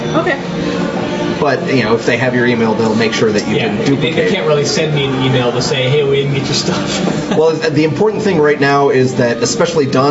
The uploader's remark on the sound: Live and uncut from The Lion and Rose. No internet access WTF Lion and Rose. Oh my is it loud in there. Dogs got nothing on pubs, man.